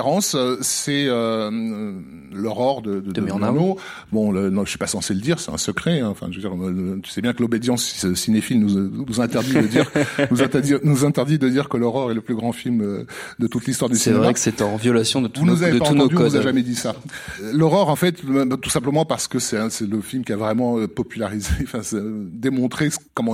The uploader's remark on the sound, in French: Cet épisode a été enregistré le 25 janvier 2019 au Club de l’Etoile (Paris, 17e).